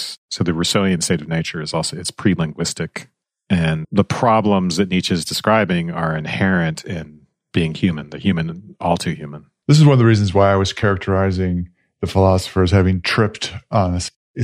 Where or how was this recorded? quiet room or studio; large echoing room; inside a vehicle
quiet room or studio